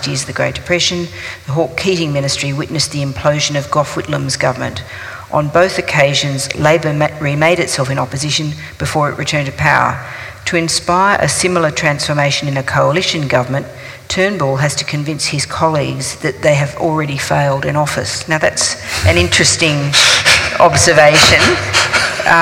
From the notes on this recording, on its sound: This is a live recording from our event.